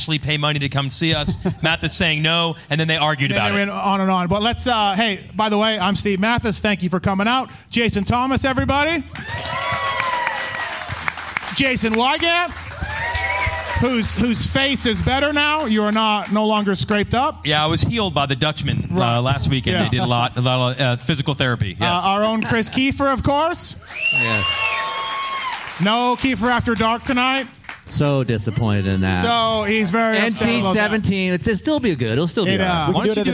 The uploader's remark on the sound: Pulpmx Show LIVE from The Space, Las Vegas. The live show we did from The Space in Vegas.